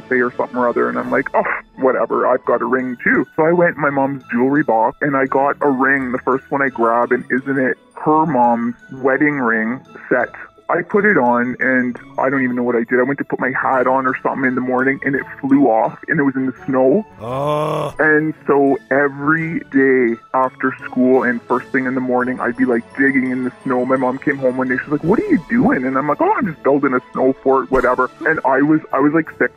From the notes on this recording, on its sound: All show listeners called